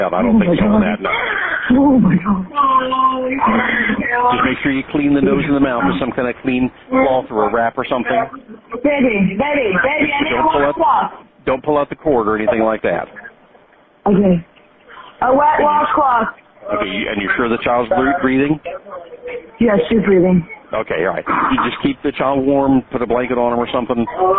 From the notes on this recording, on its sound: Provided assistance over the phone as a woman endured labor.